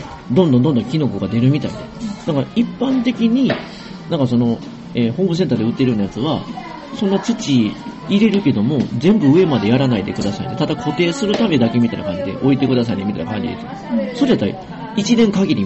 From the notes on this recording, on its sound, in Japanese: フジオフード系列のピノキオで収録。